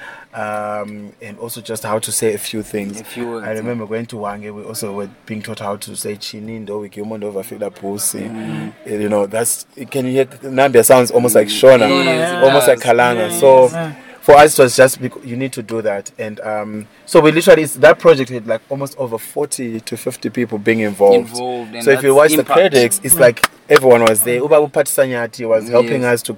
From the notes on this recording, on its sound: on the sidelines of The European Film Festival